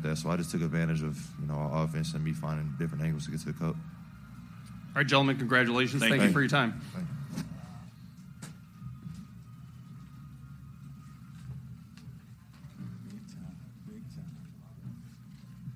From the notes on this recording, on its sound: Postgame Audio From Kansas Sweet 16 Win Over Providence. Full post-game press conference.